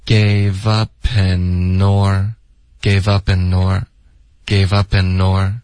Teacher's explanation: 这里 up an 连读了 gave upan，然后 an 跟 or 也得连读